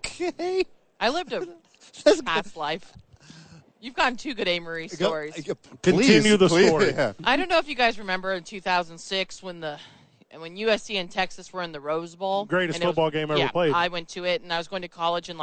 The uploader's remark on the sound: live from Radio Row